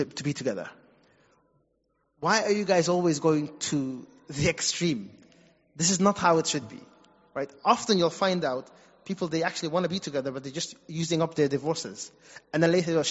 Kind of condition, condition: setting, large echoing room